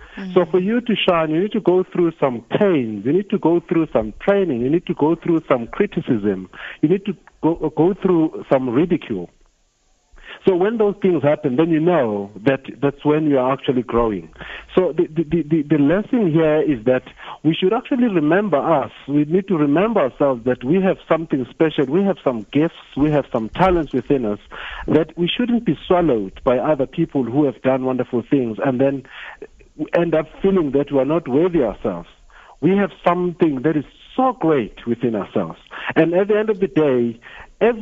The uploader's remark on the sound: Guest (PHONE)